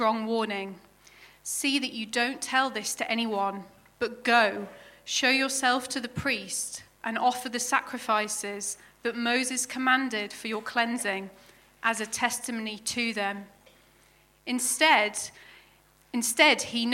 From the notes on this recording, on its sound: at King's Church, Cockermouth